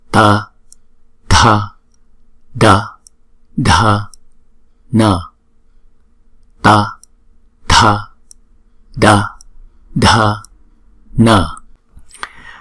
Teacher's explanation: Hàng thứ tư thì chúng ta đọc bằng phần răng. K, cái đầu lưỡi của chúng ta để ở ngay cái góc trong của hàm răng của chúng ta